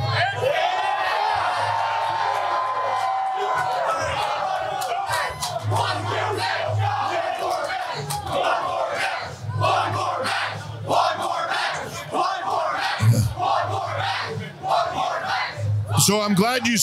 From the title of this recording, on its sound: Live from Vegas SummerSlam Weekend!